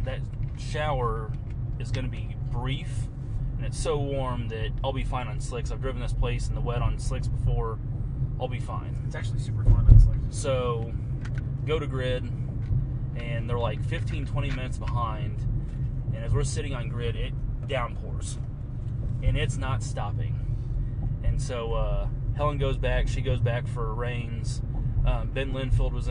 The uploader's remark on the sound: Recorded at show after landing in Atlanta. Almost crashed the rental car on multiple occasions during this recording.